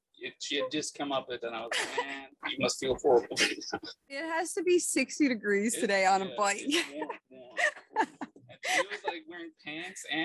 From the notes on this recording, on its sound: Lets just say I learned the hard way when it comes to recording outside with two people and one mic.